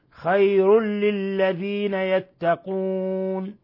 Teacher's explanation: تنوين ضم جاء بعده اللام إضغام بغير غنة